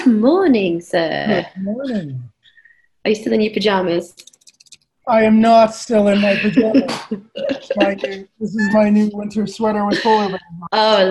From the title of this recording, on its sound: Apologies for the clattering around in the beginning - i left my mic on...